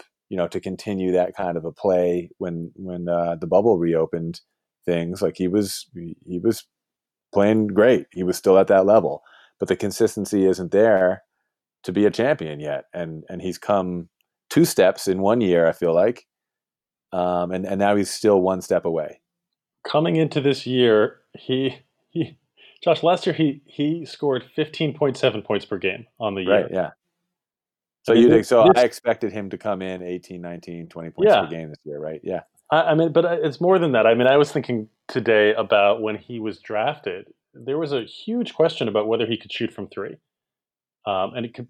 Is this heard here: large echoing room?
no